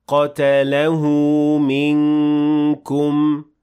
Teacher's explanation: this word contains إخفاء، so we will have غنة of two حركات